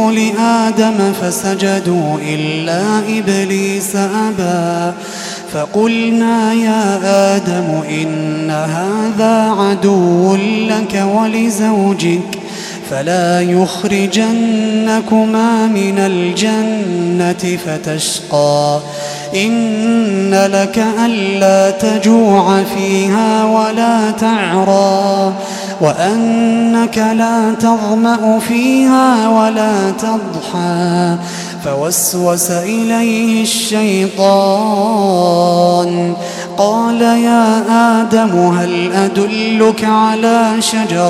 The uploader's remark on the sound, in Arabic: تسجيلات من صلاة التراويح لشهر رمضان عام 2016.